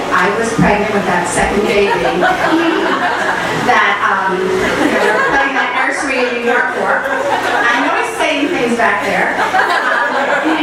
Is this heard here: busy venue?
yes